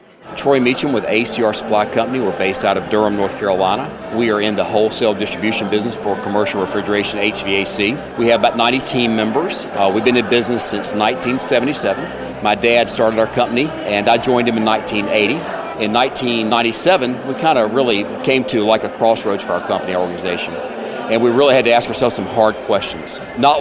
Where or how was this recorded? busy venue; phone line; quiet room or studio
busy venue